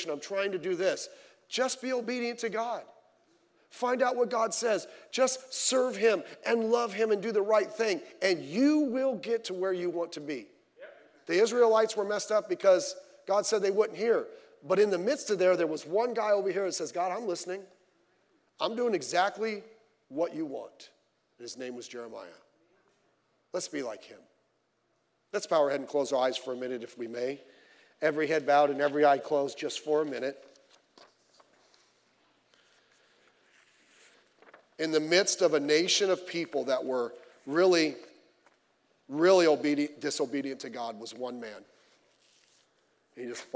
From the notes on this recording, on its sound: Sunday Morning Service